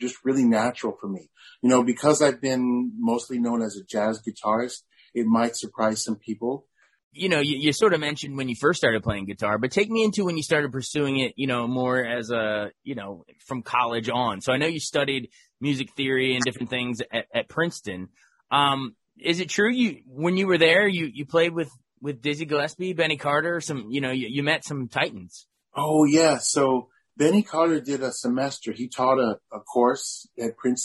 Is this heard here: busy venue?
no